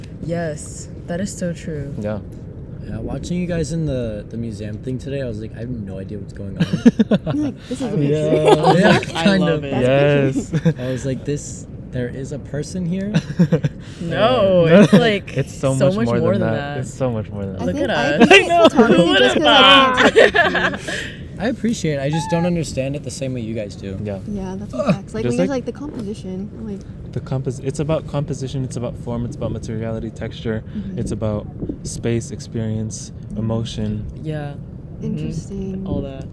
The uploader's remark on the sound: Recording episode 7 on the top of a cliff by the beach.